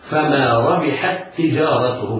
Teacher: التاء في كلمة ربحت ساكنة، والتاء في كلمة تجارته ساكنة متحركة. هذا يسمى مثلان صغير وليس أولهما حرف مد فينطقان حرفا واحدا مشددا هكذا. فما ربحت تجارتهم حكمه الإضغام، يبقى ننطق الحاء بعدها تاء واحدة مشددة فما ربحت تجارتهم.